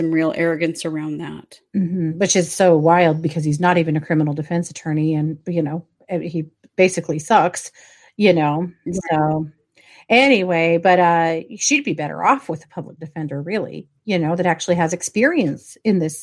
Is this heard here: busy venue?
no